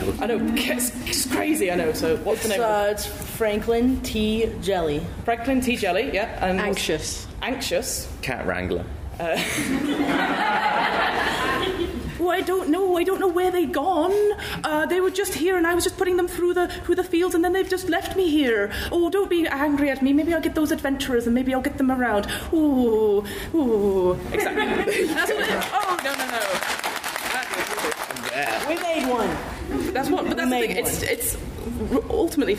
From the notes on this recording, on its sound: MCM Comic Con London 2023. A live recording of the panel. Please note - due to the live nature of this recording, the audio levels may vary.